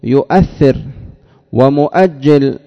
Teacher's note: دأب متحركة وقبلها متحرك، إلا في صورتين يجوز فيهما الوجهان. الأولى أن تفتح الهمزة بعد ضمة نحو يؤثر ومؤجل، همزة مفتوحة بعد ضم